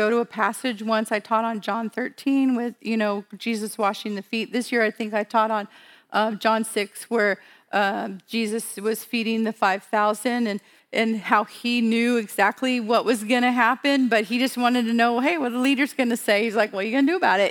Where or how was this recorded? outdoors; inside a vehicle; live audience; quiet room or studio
live audience